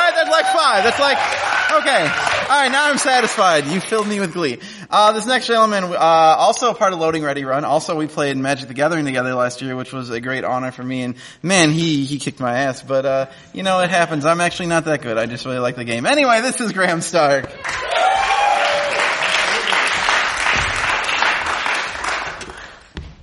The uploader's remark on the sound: For three years in a row the Nerdologues have been lucky enough to have some kind of presence at PAX, and this year we got to record a Your Stories there!